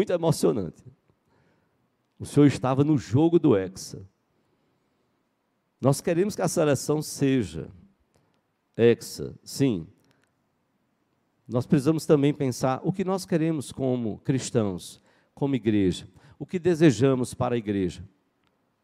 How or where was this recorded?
large echoing room